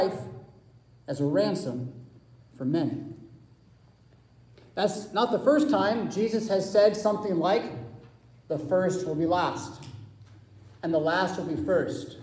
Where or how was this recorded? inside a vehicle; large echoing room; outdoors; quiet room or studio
large echoing room